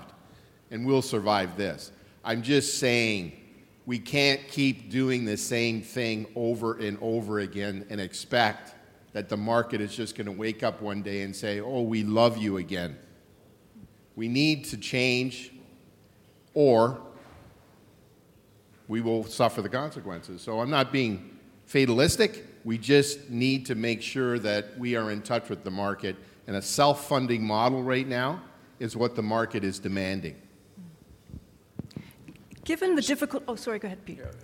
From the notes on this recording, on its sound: this free-wheeling discussion was recorded live at The Northern Miner's Canadian Mining Symposium held at Canada House in London, U.K., on May 22, 2019.